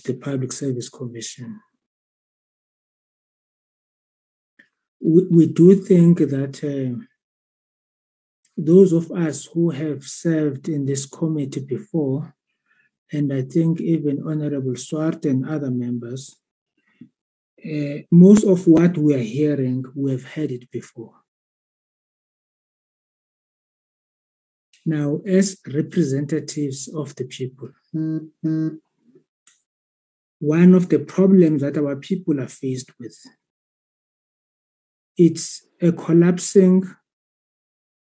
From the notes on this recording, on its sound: Virtual meeting Platform.